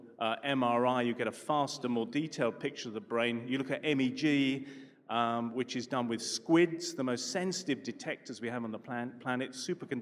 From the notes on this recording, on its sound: A live session from #JaipurLitFest2020.